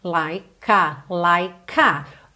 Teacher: O E do like não é pronunciado, eu junto então o K no A.